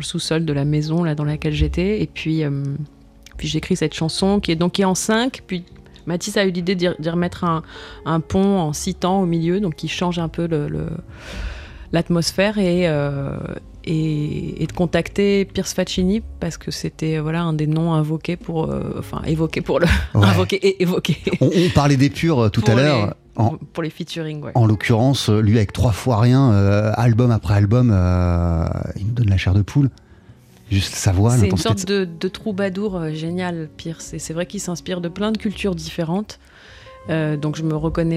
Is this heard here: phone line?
no